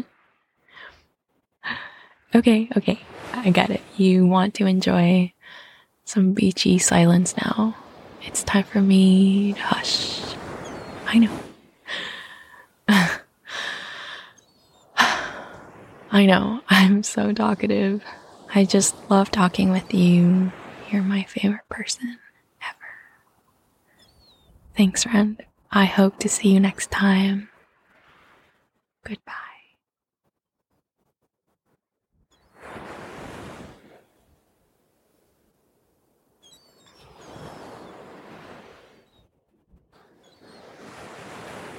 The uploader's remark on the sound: It's the best surprise—the sound of waves, seagrass swaying in the breeze, and seagulls dancing in the sky.